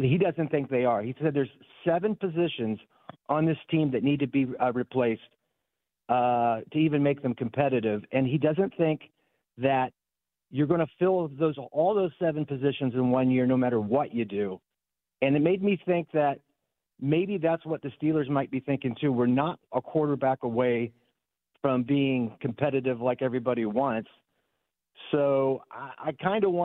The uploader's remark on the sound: Callers want to discuss